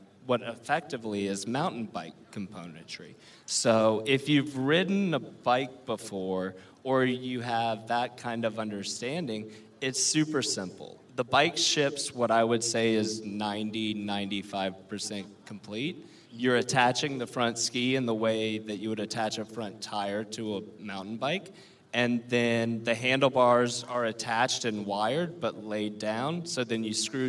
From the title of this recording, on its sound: LIVE from LONG BEACH